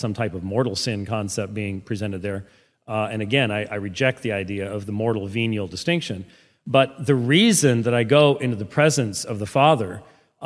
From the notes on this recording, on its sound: did two, back to back debates at First Lutheran Church in Houston